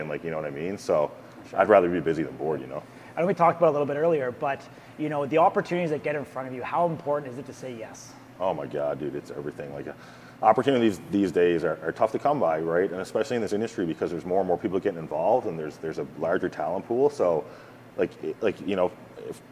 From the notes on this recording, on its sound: This episode was filmed live on location at Truth Gym Gallery in Victoria, BC Canada. Was on the west coast for a seminar and posing clinic as part of the Vancouver Island Showdown Posing series as sanctioned by the Canadian Physique Alliance.